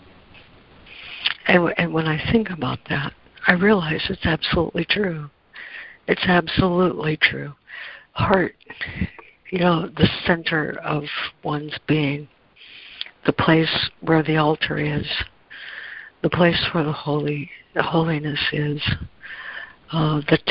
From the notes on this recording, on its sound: ACIM Daily Conference Call